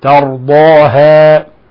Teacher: فخمنا الضاد ورققنا الهاء والألف